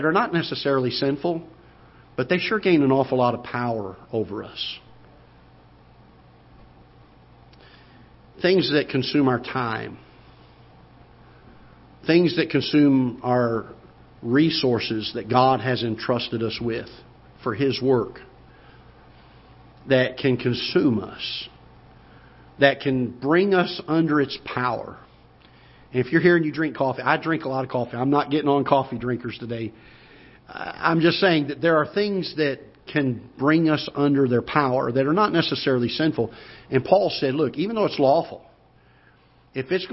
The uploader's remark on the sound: Ketha Heights Baptist Church ~ Live Broadcast